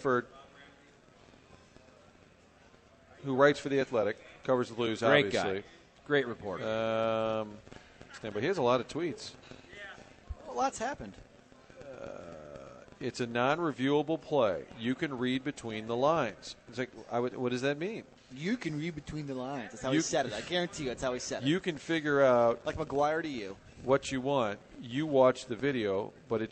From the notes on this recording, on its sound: broadcasting live from the Westport Social